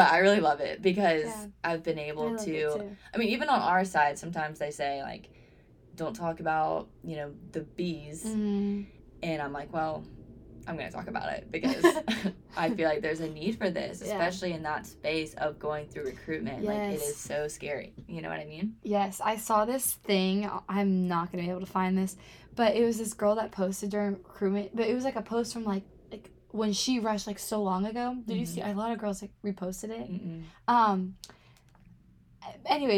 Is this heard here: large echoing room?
no